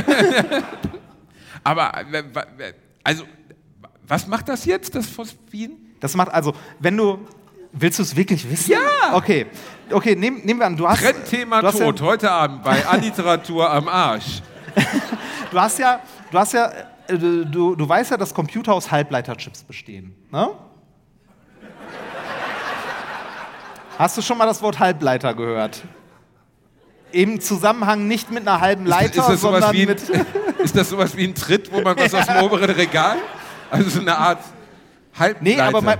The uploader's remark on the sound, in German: Diese Woche gibt es daher die erste Hälfte unseres Live Mitschnitts aus der wundervollen Schwarzkaue in Herten.